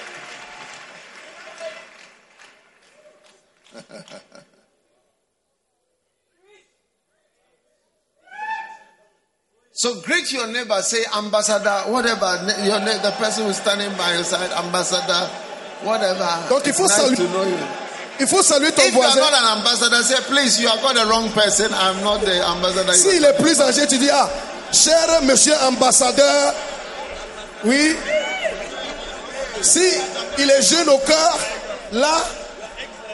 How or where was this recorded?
live audience